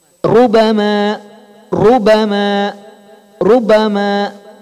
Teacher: Ro itu ketika fathah dan domah itu tebal.